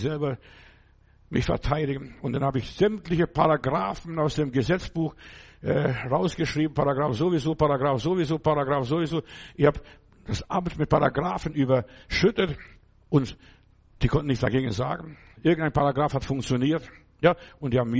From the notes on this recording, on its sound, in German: Februar 2024 im Gemeinde-Zentrum in Berlin aufgenommen